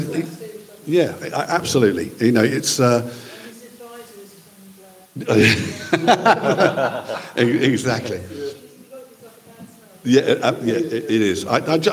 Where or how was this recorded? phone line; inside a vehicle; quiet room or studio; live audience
live audience